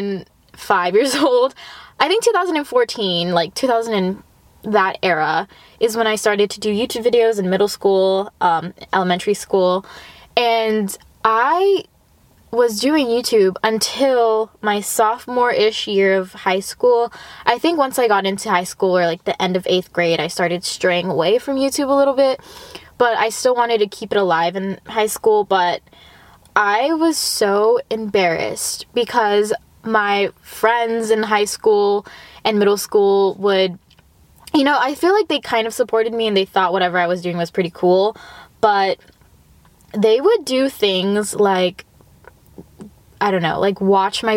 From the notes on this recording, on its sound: I understand the sound quality might not be as ~crisp~ as ur favorite podcasters but we are working on a budget okayy. Oh yeah, and im also IN MY CAR.